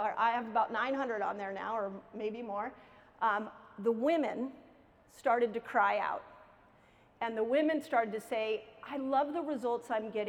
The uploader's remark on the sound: keynote lecture at KetoCon 2022